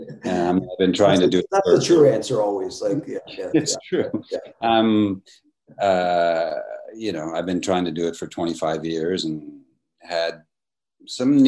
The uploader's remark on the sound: In a spoiler-filled virtual Q&A.